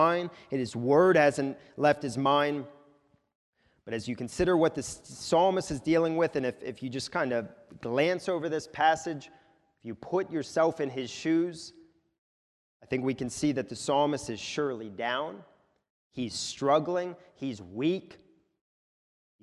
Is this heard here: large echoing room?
yes